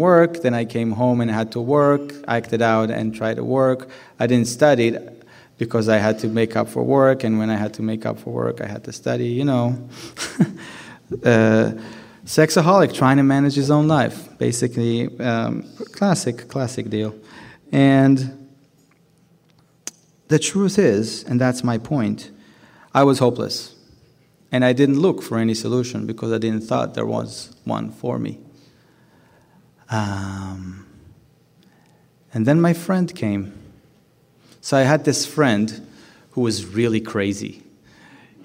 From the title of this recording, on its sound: Keynote Speaker Saturday Night #1 - Design for Living Nashville 2020